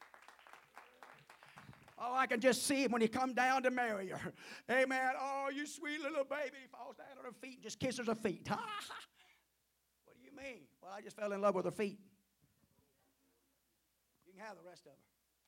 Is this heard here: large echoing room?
yes